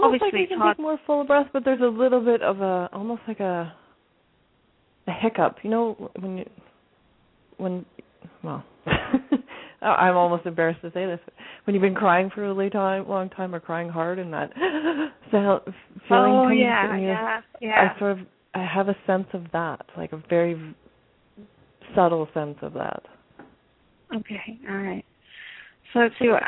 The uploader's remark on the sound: Takes your calls for healing live today!